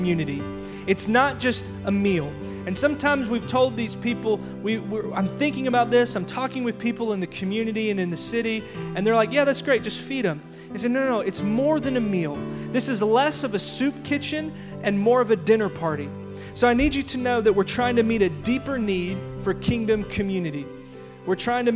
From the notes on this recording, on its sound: audio from our big church-wide announcement from our Worship Gathering February 16